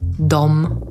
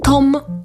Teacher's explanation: Gdy mówicie d, gardło wam trochę drży. I nie ma tego, gdy mówicie t.